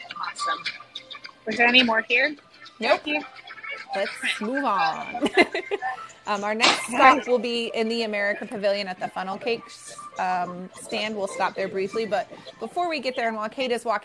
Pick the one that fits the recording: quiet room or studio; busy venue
busy venue